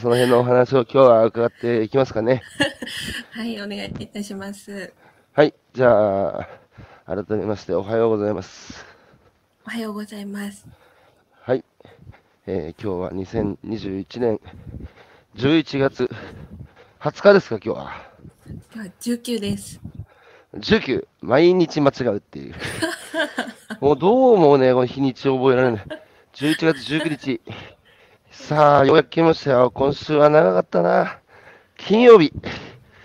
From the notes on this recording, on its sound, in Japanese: 歩きながら1時間、対談する